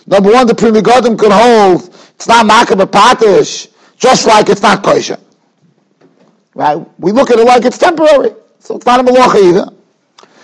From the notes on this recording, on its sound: Shiur recorded in Yeshivas Ohr Reuven, Monsey, NY.